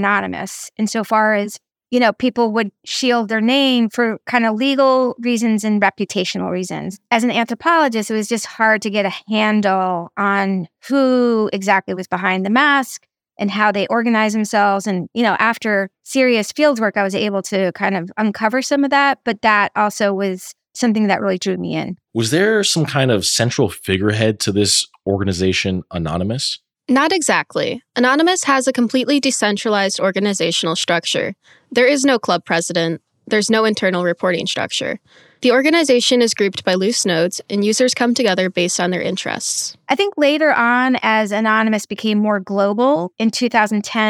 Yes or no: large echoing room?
no